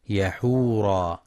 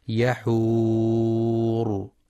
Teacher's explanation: والصواب الوقف عليها بالراء الساكنة المفخمة · Shown in: second take